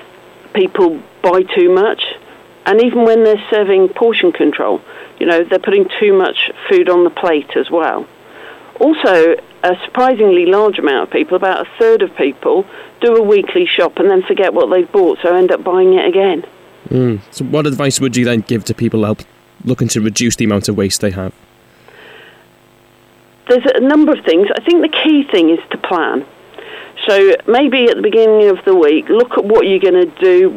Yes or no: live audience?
no